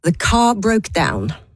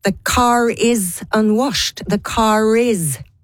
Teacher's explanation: Det vil si at R-en ikke uttales I slutten av ord annet enn når det det neste ordet I setningen begynner på vokal. Ja, den slenges med på en måte.